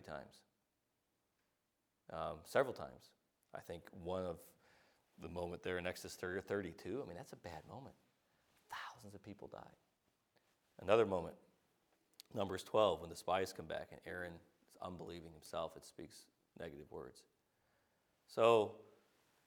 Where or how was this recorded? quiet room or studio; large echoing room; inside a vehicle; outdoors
large echoing room